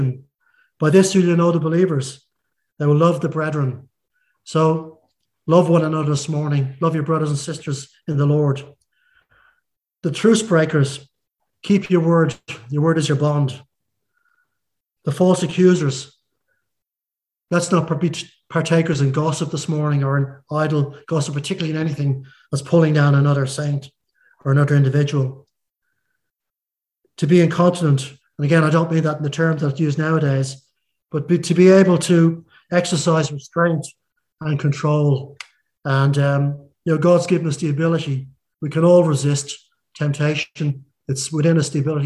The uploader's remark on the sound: Audio sermon streamed live from The King's Way Christian Fellowship Home Service, Melbourne, Australia.